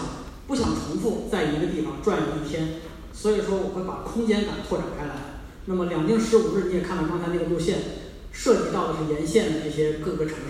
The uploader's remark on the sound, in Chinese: 南京见面会。来到南京荔枝广场的荔枝大剧场为新书《两京十五日》签售，并与南京读者见面。讲座完毕后，是读者提问环节。